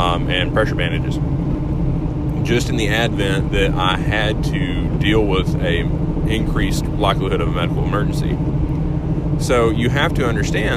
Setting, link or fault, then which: setting, inside a vehicle